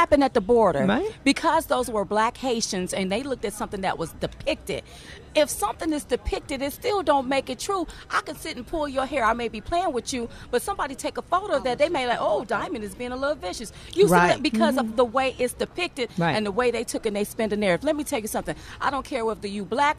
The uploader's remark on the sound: Live From Washington. At the Hold Their Feet to the Fire Rally in Washington, D.C.